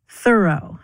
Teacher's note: their friend's name was pronounced Thoreau, with the accent on the first syllable. And there's a new Ken Burns film about him on PBS, and the voice actors for that film, including George Clooney and Meryl Streep, were all directed to pronounce his name Thoreau.